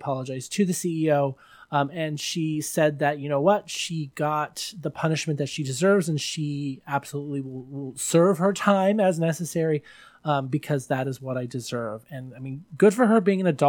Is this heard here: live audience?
no